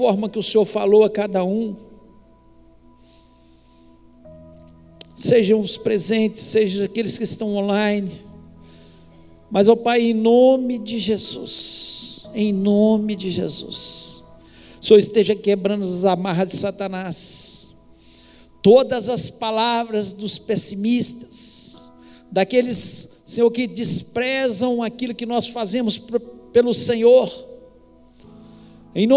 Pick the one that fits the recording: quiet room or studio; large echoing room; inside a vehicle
large echoing room